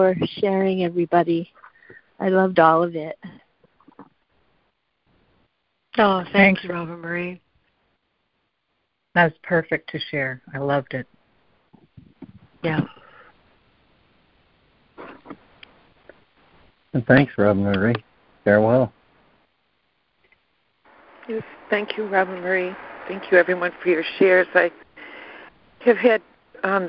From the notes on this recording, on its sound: ACIM Daily Conference Call